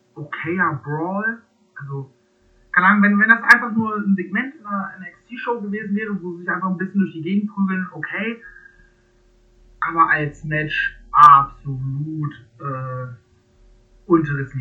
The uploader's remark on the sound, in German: Sorry für die wacke Soundqualität.